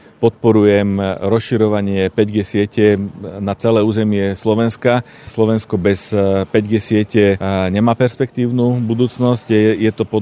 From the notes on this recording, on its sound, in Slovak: Podcast bol nahrávaný priamo vo vinohradoch počas zásahu dronov, ospravedlňte prosím miestami zníženú kvalitu zvukového záznamu.